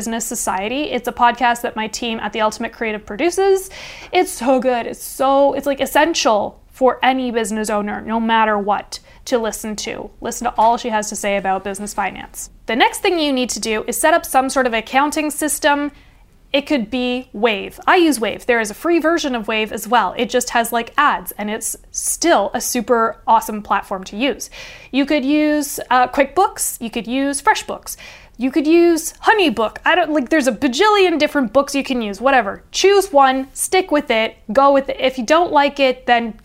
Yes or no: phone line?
no